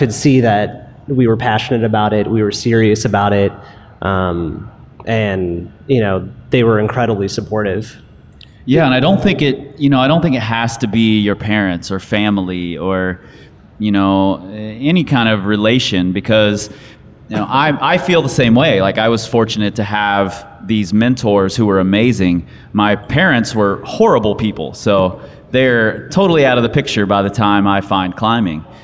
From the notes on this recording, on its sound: live in front of an audience